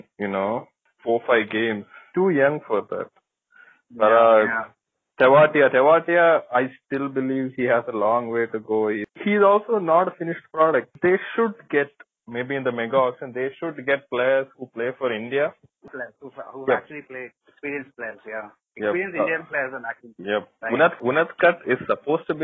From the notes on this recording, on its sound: We get on a phone call (we will get better at this, we promise).